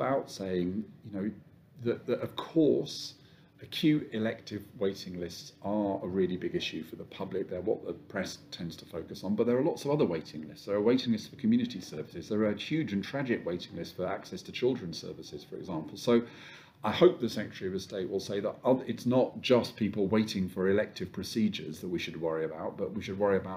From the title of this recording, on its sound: Live from Confed